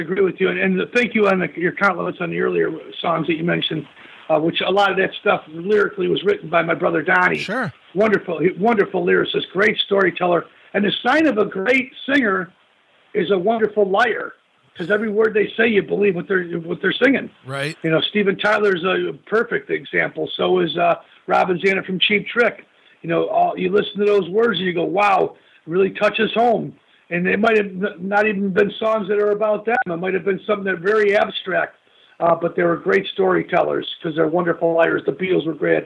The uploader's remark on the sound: called